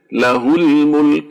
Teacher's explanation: The ha has a sukun after it on the lam, so we don't extend it.